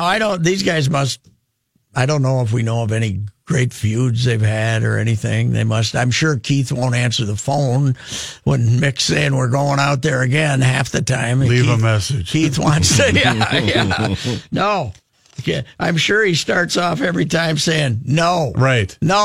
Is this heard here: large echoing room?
no